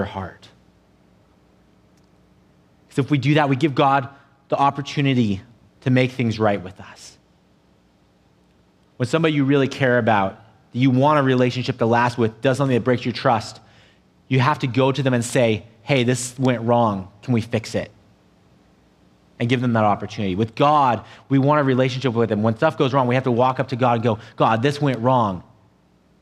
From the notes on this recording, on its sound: an audio only recording of our service